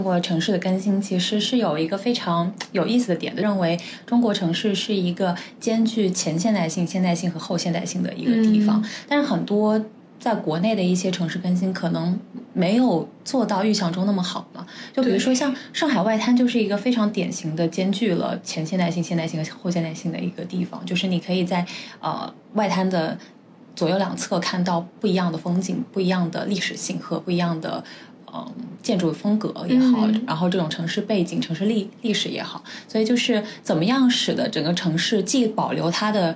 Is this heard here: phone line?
no